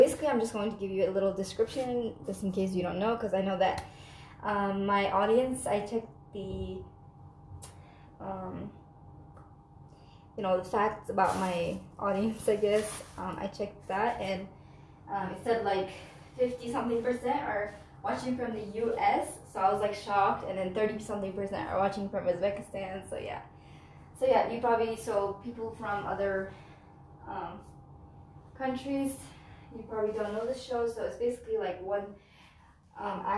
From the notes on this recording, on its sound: Super sorry for the bad audio quality so please don't listen to this w/ur headphones.